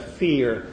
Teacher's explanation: a rhotic accent produces the post-vocalic R